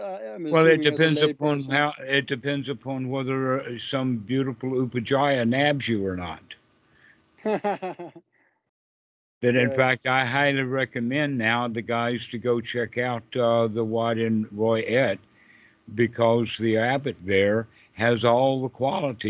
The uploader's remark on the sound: This call was recorded on the 11/25/2022.